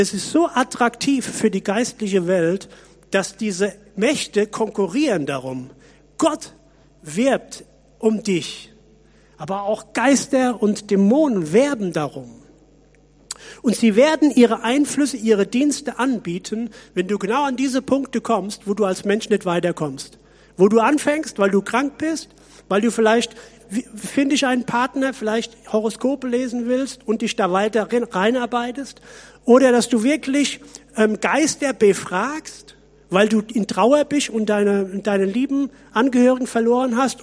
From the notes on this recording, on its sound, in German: Predigt aus der Missio Kirche. Gemeinde für Bad Kreuznach und Region.